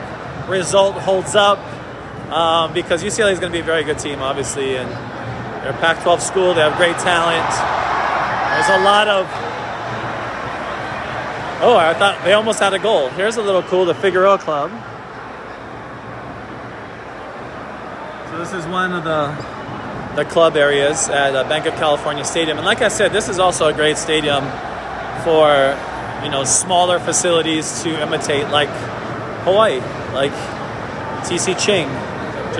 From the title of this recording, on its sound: Live from MLS All Star Game 2021